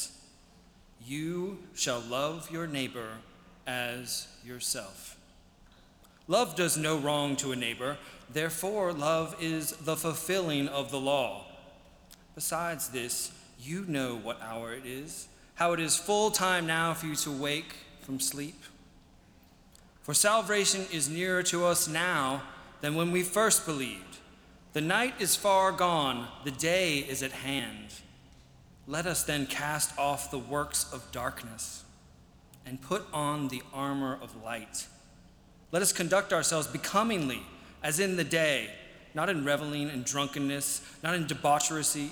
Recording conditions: large echoing room